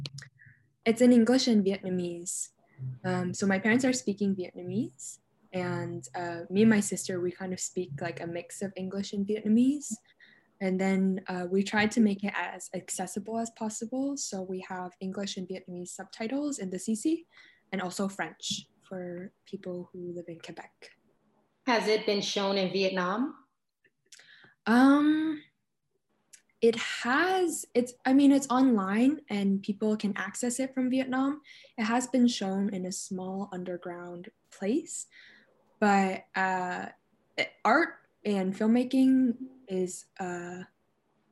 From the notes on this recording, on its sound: Bonus Q&amp;A from our live virtual screening. Enjoy this bonus Q&A from our live virtual screening of No Crying at the Dinner Table (2019) in December 2020.